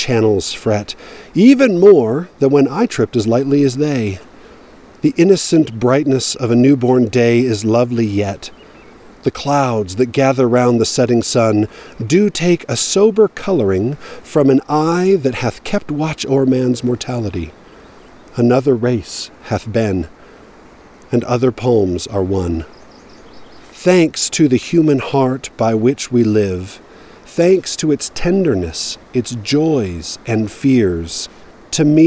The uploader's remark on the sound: I recorded this at various stops on a hike up along the Deer Creek - Dry Creek trail in the Lone Peak Wilderness. Until I reached the water flowing under a snow field and didn't want to risk a crossing.